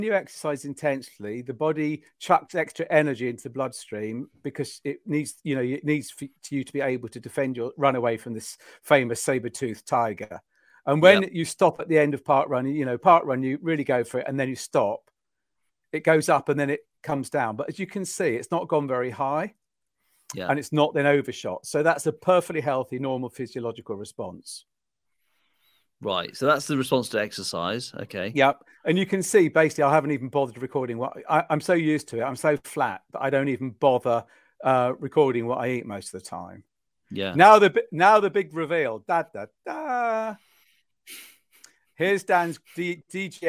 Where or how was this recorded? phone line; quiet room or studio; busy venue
quiet room or studio